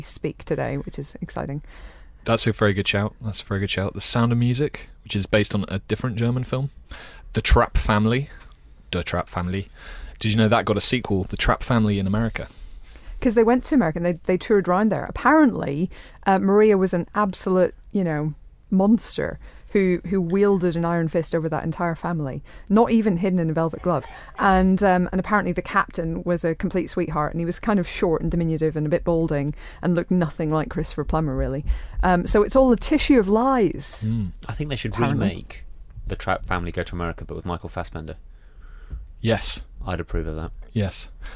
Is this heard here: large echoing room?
no